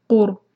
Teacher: را کو ہیوی پڑھنا ہے، را ساکن سے پہلے پیش ہے قاف پر